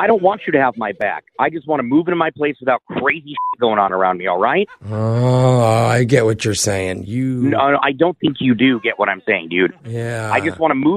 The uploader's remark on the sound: Phone Tap